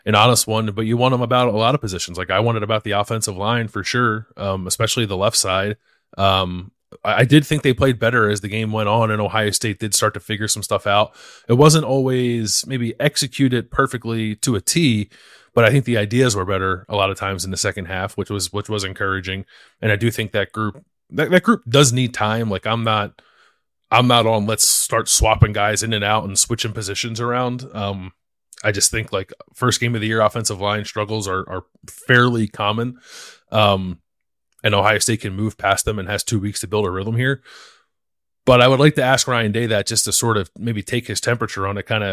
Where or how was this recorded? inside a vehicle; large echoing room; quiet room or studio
quiet room or studio